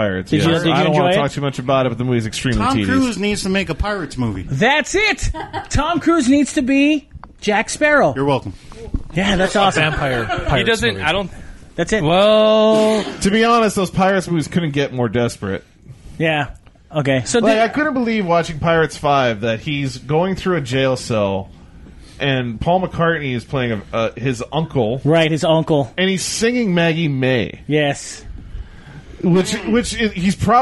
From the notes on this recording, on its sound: All recorded live at Maui Comics & Collectibles.